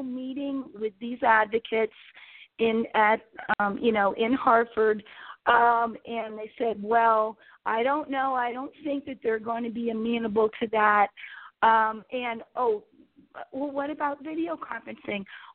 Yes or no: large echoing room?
no